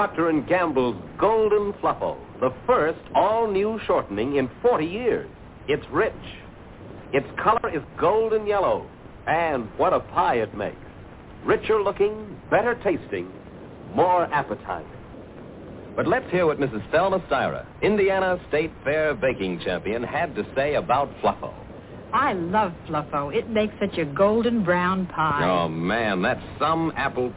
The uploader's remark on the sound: The phone lines are open all show again!